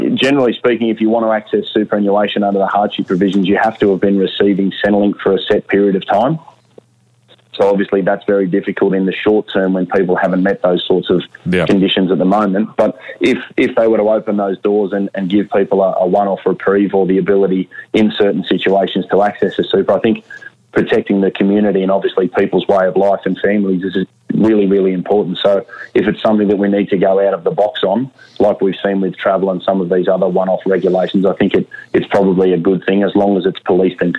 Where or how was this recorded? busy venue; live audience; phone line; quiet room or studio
phone line